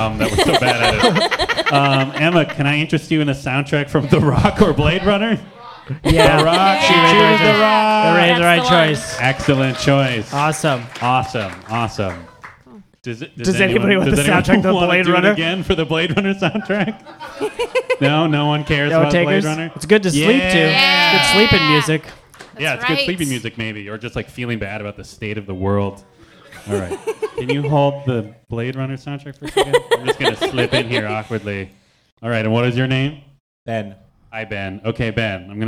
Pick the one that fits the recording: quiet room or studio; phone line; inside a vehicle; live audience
live audience